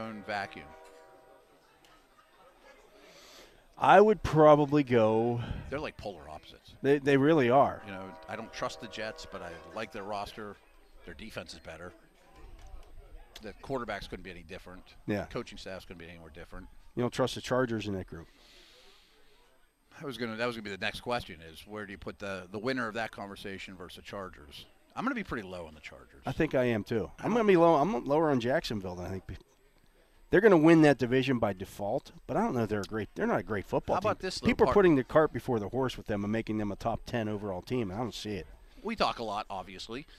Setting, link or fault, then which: setting, busy venue